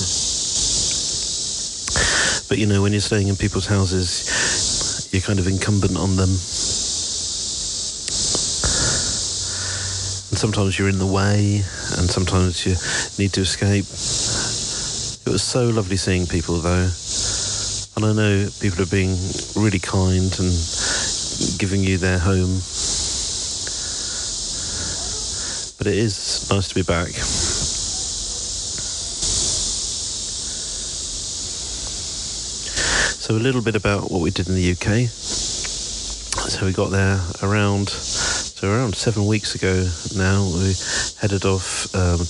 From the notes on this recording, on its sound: Here are a selection of short audio clips, often recorded on the move as I'm traveling, these include letters to home from our new life in Pittsburgh, but also postcards from other places.